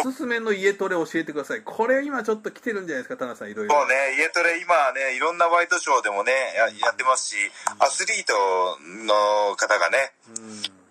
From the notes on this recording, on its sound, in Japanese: テレワークで収録やってみた。